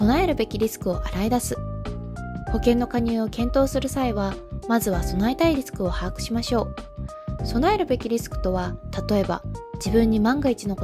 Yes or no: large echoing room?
no